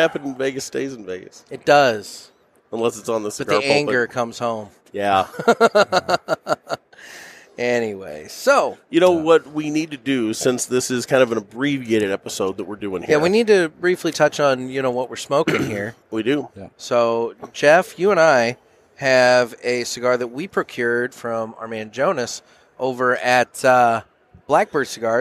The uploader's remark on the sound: Coming to you from the show floor of TPE 2021.